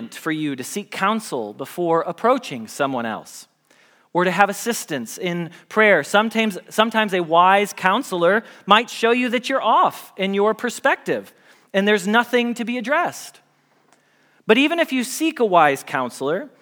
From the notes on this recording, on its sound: Message Preached at Valley Creek Church